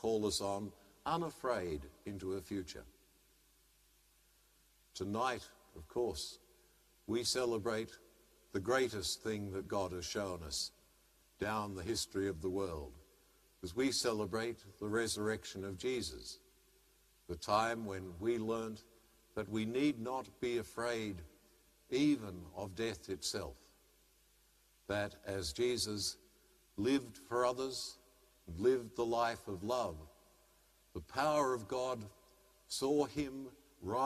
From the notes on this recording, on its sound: as preached during the live-streamed 7 pm celebration from Sacred Heart Cathedral, Hamilton